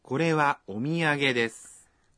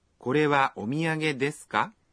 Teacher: Kita hanya menambahkan partikel ka pada akhir kalimatnya dan mengucapkannya dengan intonasi menanjak. · Shown in: second take